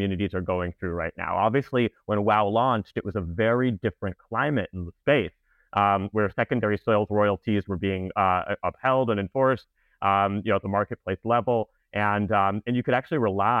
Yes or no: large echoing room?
no